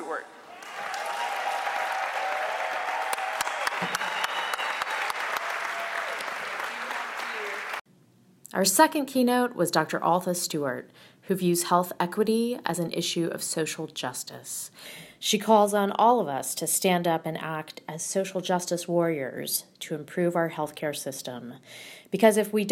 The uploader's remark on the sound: Central Texas African American Family Support Conference. Audience reaction to the information and personal testimony they shared.